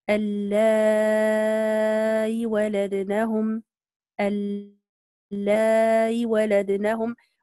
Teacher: تسهيل الهمزة من غير ياء بعدها مع الإشباع والقصر · Term: التسهيل